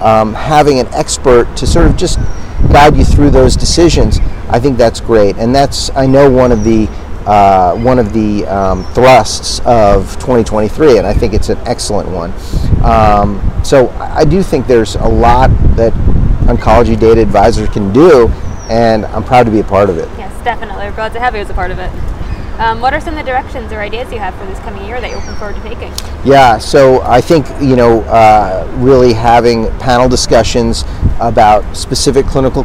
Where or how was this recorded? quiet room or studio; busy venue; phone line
busy venue